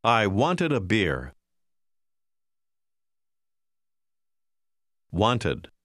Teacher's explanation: la ED in questo caso si pronuncia come una sillaba separata